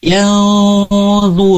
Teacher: untuk ikhfa kita menyamarkan huruf nun yang tadinya yan berubah menjadi yang